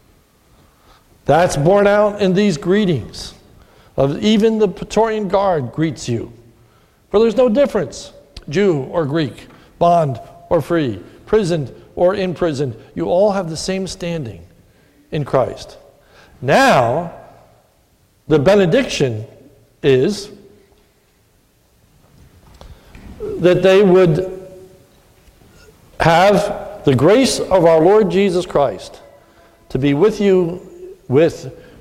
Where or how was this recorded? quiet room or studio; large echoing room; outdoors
large echoing room